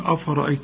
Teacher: الراء هي بس المفخمة في هذه الكلمة